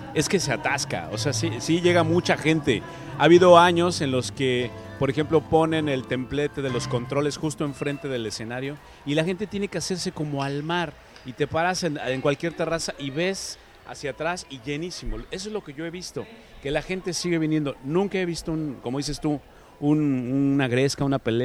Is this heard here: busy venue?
yes